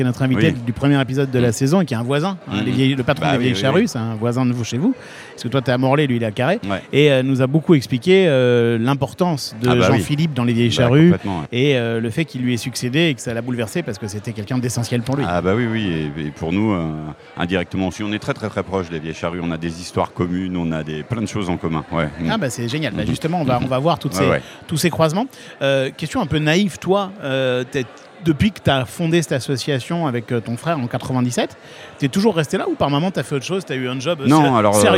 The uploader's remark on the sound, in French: Dans cet épisode enregistré lors du MaMA